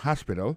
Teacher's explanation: accent tombe sur le premier syllabe, il y a trois syllabes